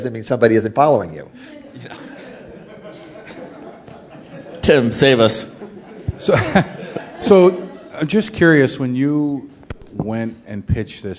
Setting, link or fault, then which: setting, live audience